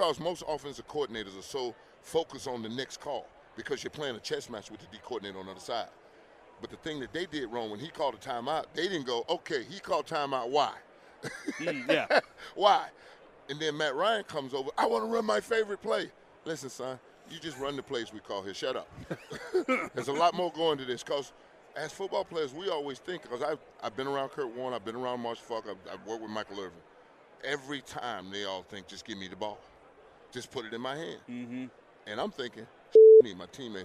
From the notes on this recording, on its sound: LIVE from Radio Row in Las Vegas!